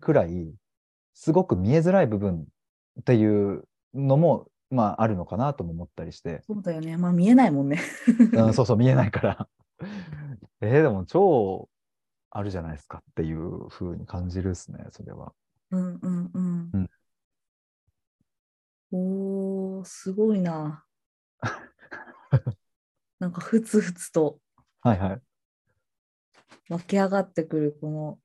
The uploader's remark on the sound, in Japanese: zoom対話の音声を初公開！